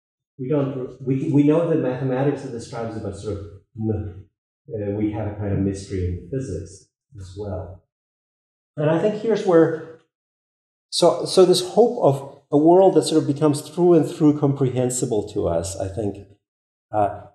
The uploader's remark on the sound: This lecture was given on March 28th, 2023, at the University of Texas at Austin.